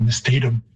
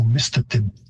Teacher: the Cree stress or pitch system would have a higher pitch on the first syllable · Shown in: second take · so mistatim.